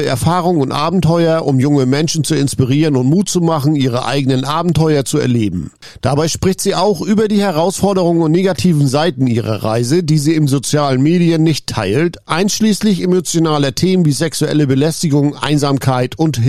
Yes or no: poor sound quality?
no